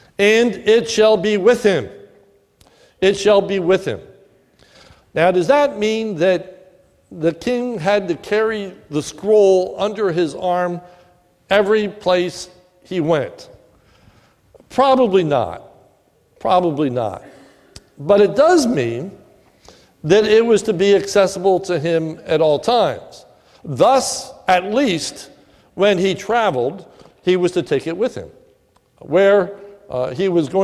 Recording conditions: large echoing room